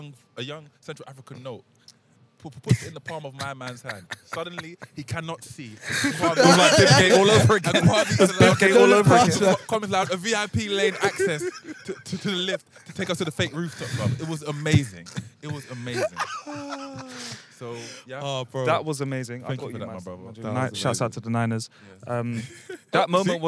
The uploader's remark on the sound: Live from Japoma Stadium. This week we coming at you live and direct, from the centre circle of Japoma Football Stadium.